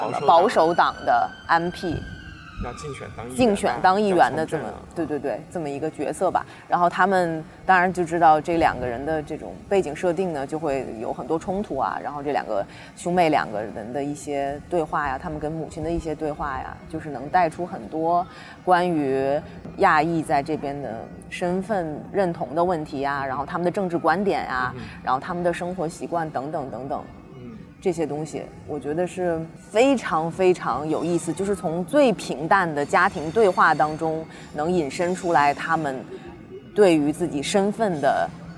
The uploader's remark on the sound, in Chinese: 是在爱丁堡市中心的 Princess Garden 露天录制的（环境音警告）。2017年Fringe现场录制特别节目。